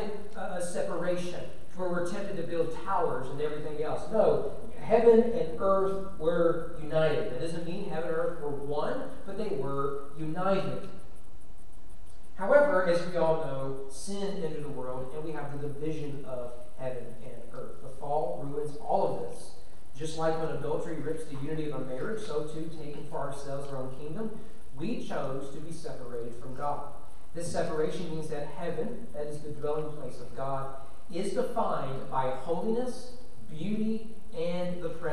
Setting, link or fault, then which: setting, large echoing room